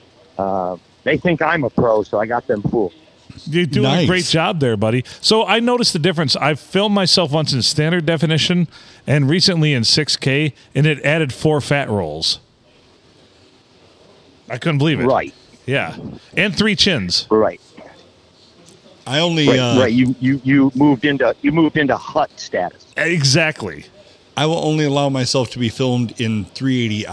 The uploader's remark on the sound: Recorded in Deckerville at the Silver Tavern, the Olde STD on a Monday night.